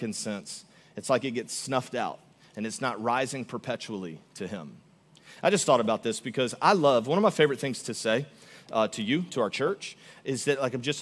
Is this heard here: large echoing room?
yes